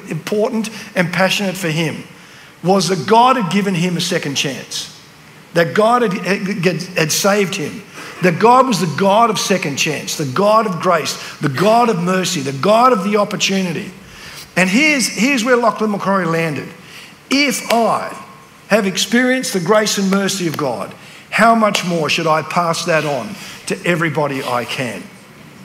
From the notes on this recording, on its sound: at the CRC National Conference in 2023 held at Diggerland Church in Redcliffe Victoria